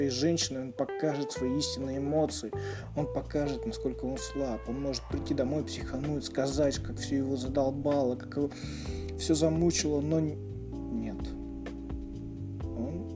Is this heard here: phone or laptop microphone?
yes